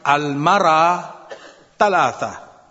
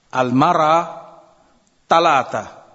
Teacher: kalau bilang tha itu cenderung kepada ta, itu bahasa mereka · Shown in: second take